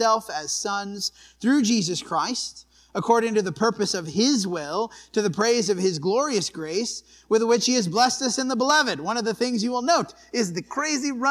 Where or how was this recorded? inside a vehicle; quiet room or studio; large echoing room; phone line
large echoing room